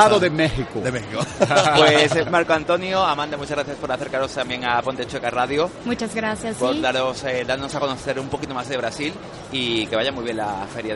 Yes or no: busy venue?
yes